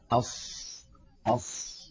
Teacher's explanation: يزمون الشفتين إلى الأمام ويستعملونهما في الصاد ساكنة ومفتوحة ومضمومة ومكسورة. · Term: استعمال الشفتين